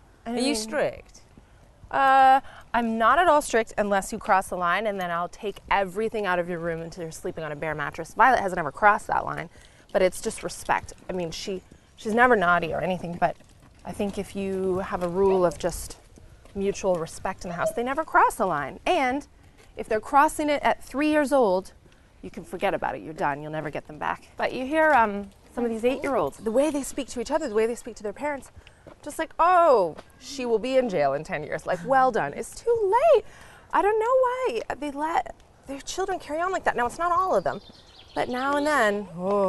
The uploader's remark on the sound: goes out for a stroll